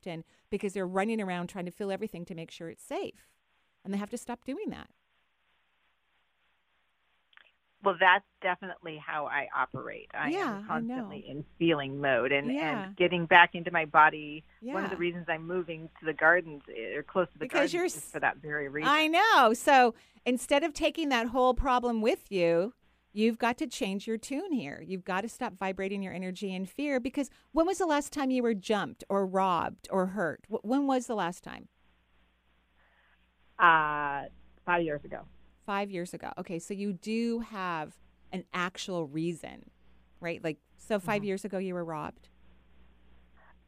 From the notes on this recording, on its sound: Today is a call-in show.